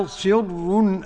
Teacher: صر إذا وقفنا للجميع بترقيق الراء، نعم، لأنها ساكنة وقفا وقبلها كسر، ورقق الراء إذا ما كسرت كذاك بعد الكسر حيث سكن.